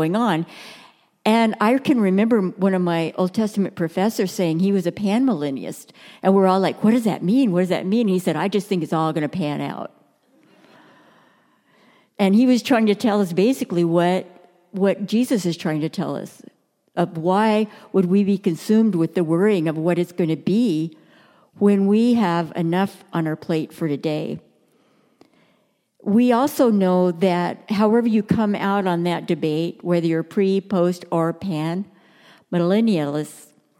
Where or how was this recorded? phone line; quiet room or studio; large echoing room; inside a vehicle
large echoing room